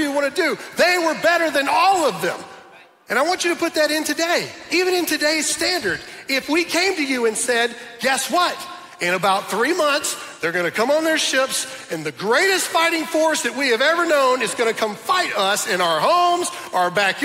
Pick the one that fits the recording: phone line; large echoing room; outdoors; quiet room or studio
large echoing room